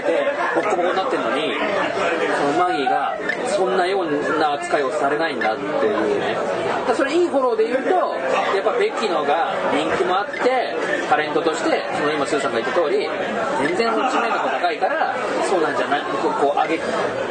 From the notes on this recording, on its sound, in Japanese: ふらっと居酒屋収録しましたが…雑音が…、大丈夫です、人間はすぐに適応できます。